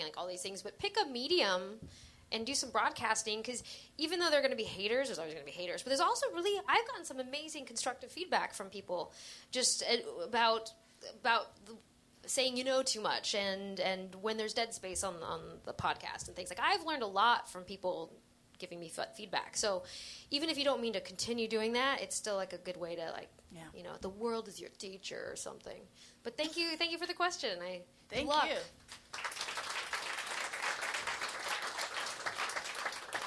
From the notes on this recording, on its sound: AUDIENCE Q&A